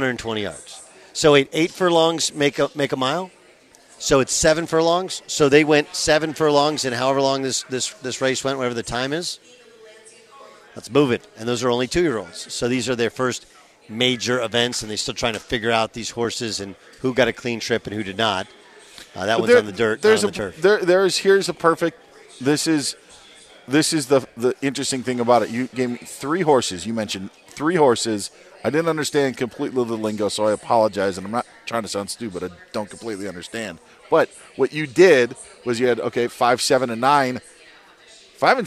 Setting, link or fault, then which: setting, busy venue